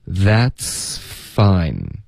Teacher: 从这个 ts 的音你得持续这个 s 的音一直到 f 的音 fine · Term: 连读